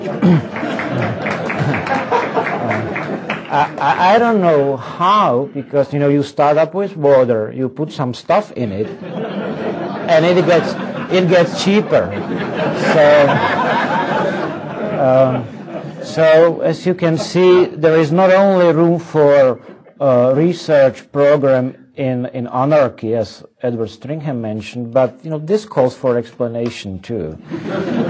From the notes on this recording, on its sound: Ludwig von Mises Memorial Lecture. From the 2006 Austrian Scholars Conference.